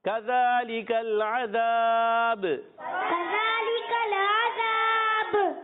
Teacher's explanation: کاف کا مخرج زبان کی جڑ اور تالو کا سخت حصہ، کاف کا مخرج یاد رکھنا ہے، اور زال پر کھڑا زبر ہے، ایک الف کھینچنا ہے، کذالک ال، لام کے نیچے زیر، کاف پر زبر، کاف کو لام سے ملانا ہے، لام کو ہلانا نہیں ہے۔